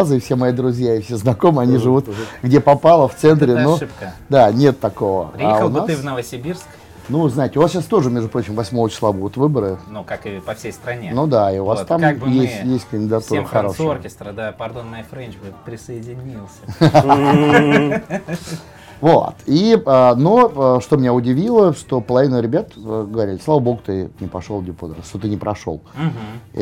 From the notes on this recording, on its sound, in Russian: Записывали во время прошедшего недавно MBS 2019.